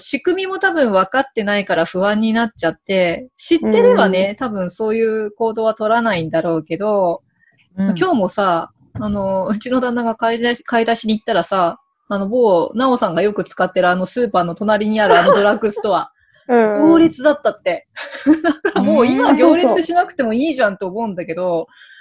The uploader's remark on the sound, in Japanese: 今回は、Zoomでお茶会！